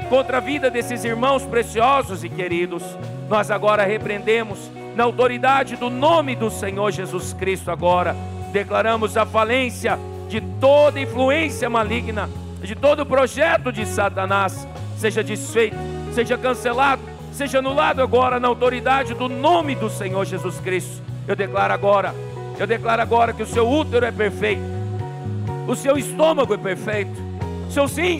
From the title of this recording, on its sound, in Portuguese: CULTO AO VIVO